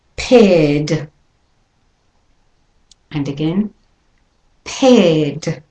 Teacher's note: For a British and Australian accent, we'll go back to the word paired, and the R is not pronounced, so it's from air, the air vowel, to the D.